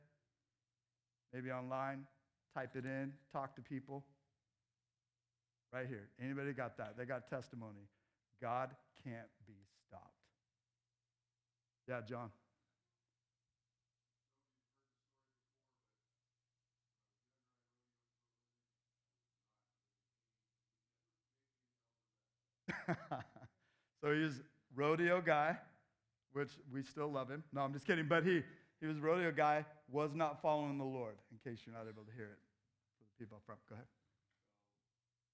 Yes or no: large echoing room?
yes